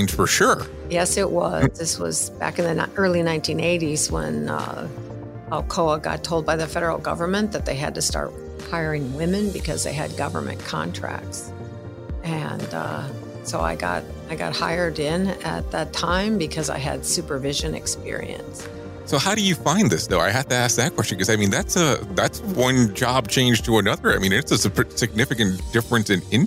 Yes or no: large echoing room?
no